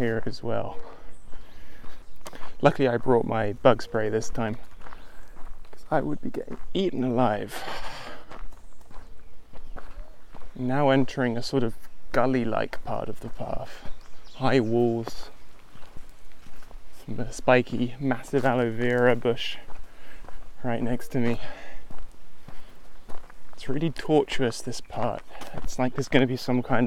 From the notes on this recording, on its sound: This podcast was recorded on the beach and the forest in Las Tunas, Ecuador.